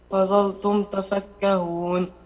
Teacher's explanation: اخرج لطرف اللسان في الظاء